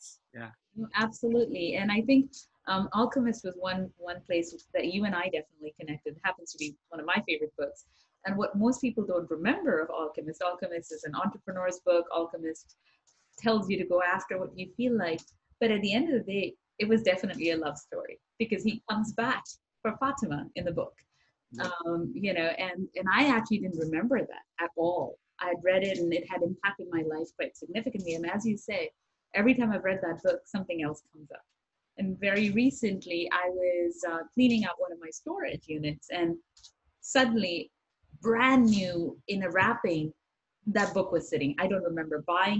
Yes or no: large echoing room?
no